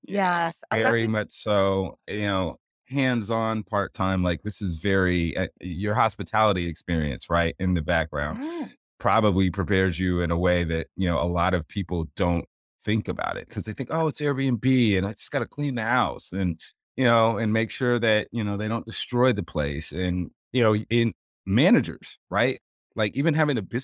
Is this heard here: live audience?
no